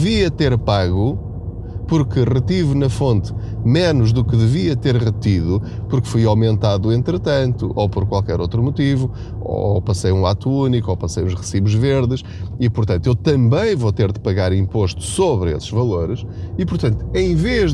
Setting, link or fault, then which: setting, inside a vehicle